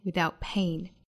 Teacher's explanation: without pain 尾部的 t 略掉